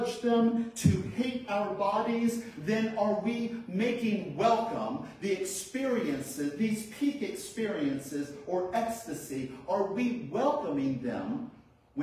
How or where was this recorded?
large echoing room